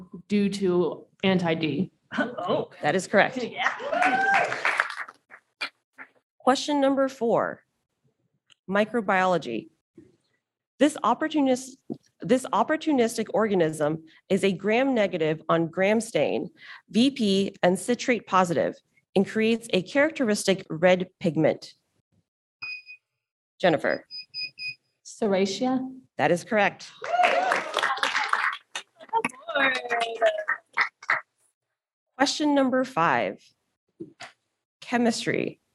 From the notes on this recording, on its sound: During the 2023 ASCLS, AGT & SAFMLS Joint Annual Meeting (JAM) in Providence, RI, Off the Bench hosted and recorded the first ever JAM Query Check (QC) live show. Three contestants went buzzer-to-buzzer in friendly competition. Audience members even got in on the action as lifelines for the contestants.